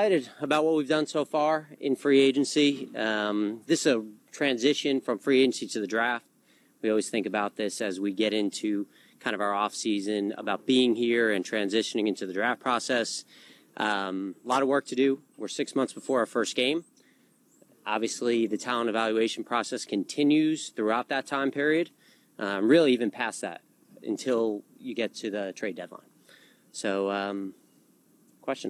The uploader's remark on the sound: Two new press conferences from the Eagles' offseason. Talk to the media at the 2019 NFL Annual Meeting.